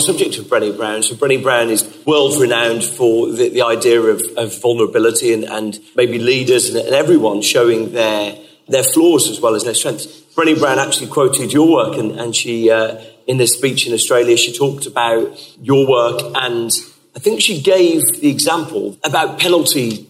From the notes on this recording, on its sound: Recorded at the Good Day at Work event in Manchester, hosted by Robertson Cooper.